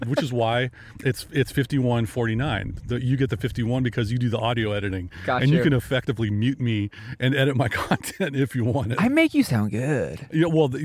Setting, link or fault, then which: setting, outdoors